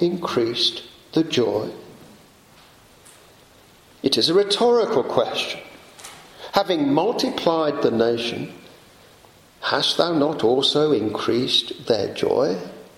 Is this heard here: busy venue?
no